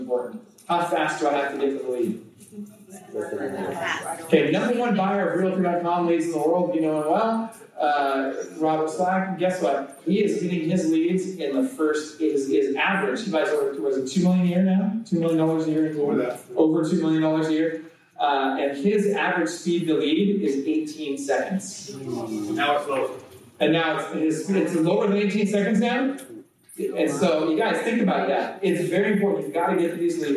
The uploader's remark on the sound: presents at the Xplode Conference